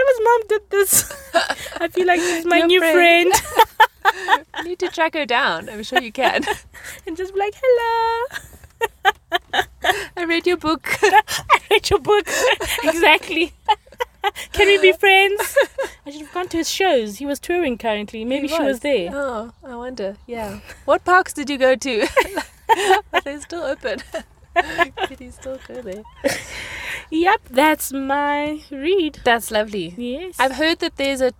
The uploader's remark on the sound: sit in the car and chat